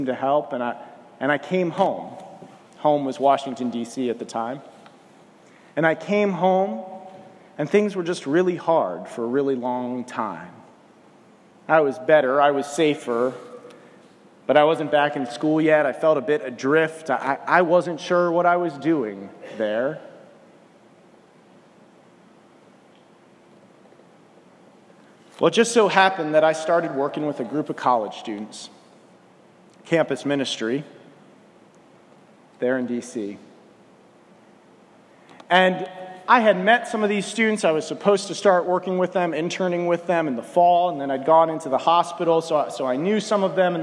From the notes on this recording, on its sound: This morning, I preached at First Baptist Church in Wilson, NC.